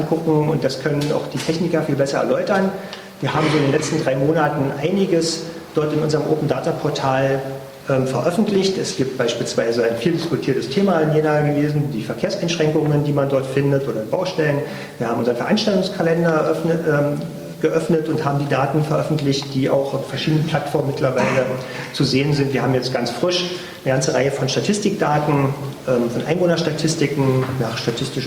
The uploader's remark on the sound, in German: Live vom Jenathon